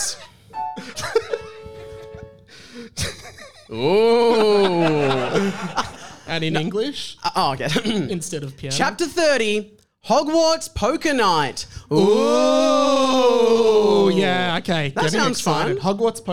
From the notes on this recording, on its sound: Live at the Cooper's Inn! Thanks for everyone who came out to the live show, it was amazing seeing you all there!